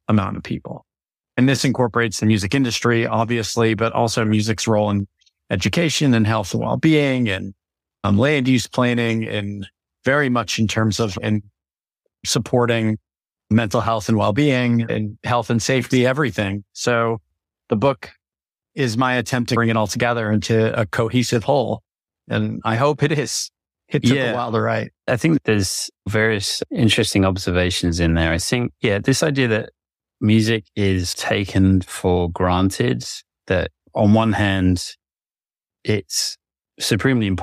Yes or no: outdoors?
no